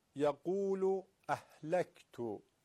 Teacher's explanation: حرف کافش رو دقت بکنید که تکون نخوره و قلقله نگیره